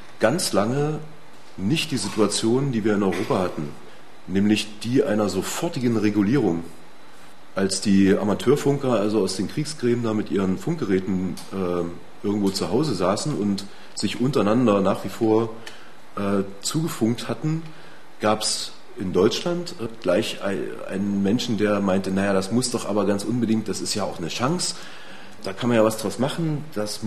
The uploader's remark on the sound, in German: Ein Mitschnitt eines Vortrags. Beim Freien Radio Oberösterreich FRO in Linz.